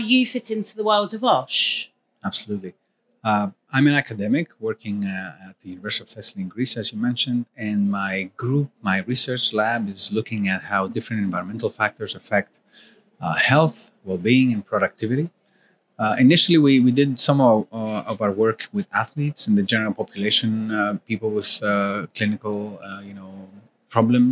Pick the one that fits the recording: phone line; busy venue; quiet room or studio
busy venue